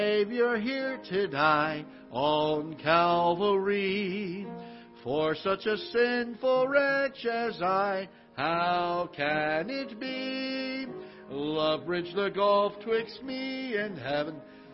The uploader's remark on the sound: Ketha Heights Baptist Church ~ Live Broadcast